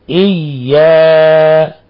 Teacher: ومن الأخطاء السكت على الألف التي بعد الياء. إياك هكذا، إياك ثم يقول ك، يفصل الكاف عن الألف، هذا أيضا من الأخطاء.